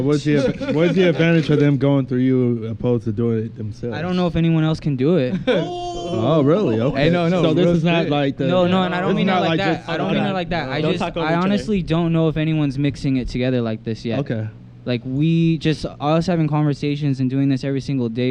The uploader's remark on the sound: Monster Cast on Location at The Shop In DTLA. Recorded in Downtown Los Angeles.